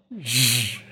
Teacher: just say shh, and now accompany it with voicing, zh. It's a Z with a long tail, zh, the sound in the middle of pleasure, at the end of garage, and so on. · Term: voice version